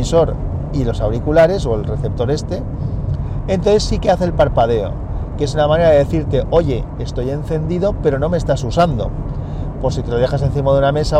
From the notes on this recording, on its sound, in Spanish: Un capítulo de guerrilla grabado en el coche. Podcast grabado en un Samsung Galaxy Note 8 con la aplicación Hi-Q MP3 Recorder y micro Boya BY-LM10.